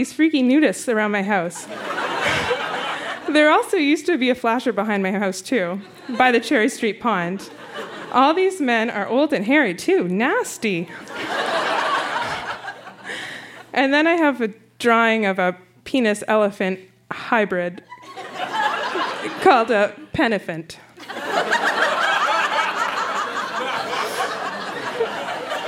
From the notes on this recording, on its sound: Recorded live at the Tranzac in Toronto, ON.